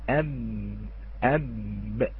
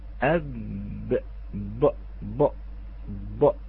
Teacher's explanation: تفخم نعم في امتلاء الفم بصدى الحرف، هواء كثير في الفم · Shown in: second take · أب ب ب ب بهذه الطريقة، وأنا أنطقها من مخرجها أيضا.